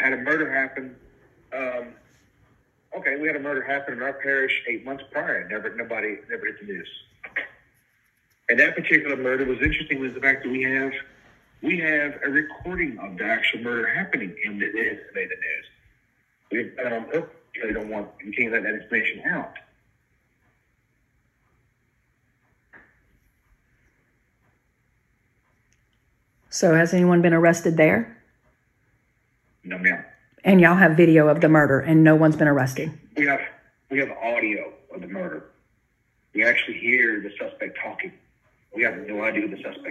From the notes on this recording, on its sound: Phone recording of a discussion between one of Mary's siblings and the detective currently working her case.